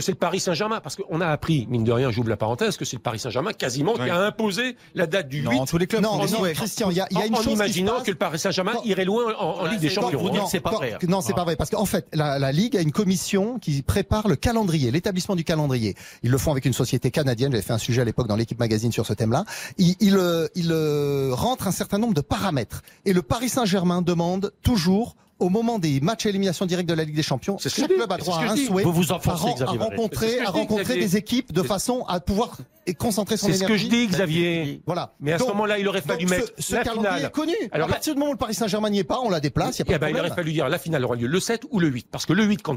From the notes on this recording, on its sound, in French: en direct du salon de l'Agriculture